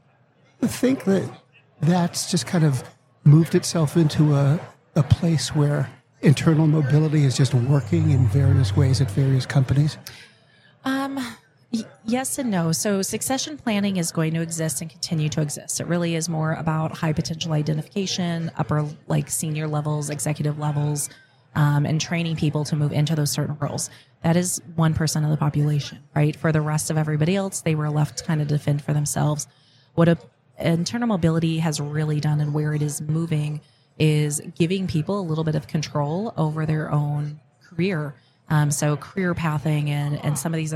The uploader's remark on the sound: Live at the HR Tech 2022 conference